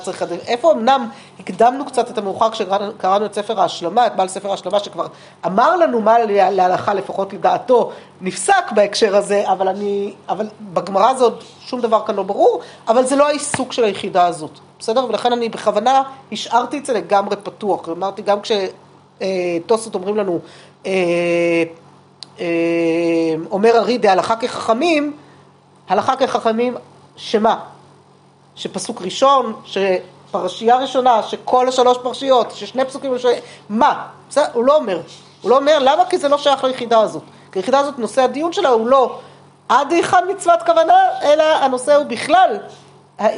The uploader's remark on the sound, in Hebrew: השיעור הוקלט בחודש שבט ה'תשפ"ב בשיעור חי שניתן בישוב עלי לקבוצת הנשים שלומדת במסגרת תוכנית הבוקר של בית המדרש.